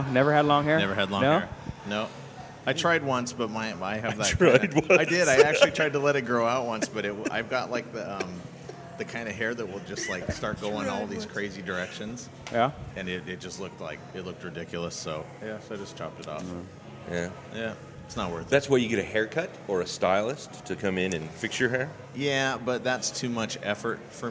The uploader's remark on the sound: we’re podcasting live from The Copper Hog in downtown Bellingham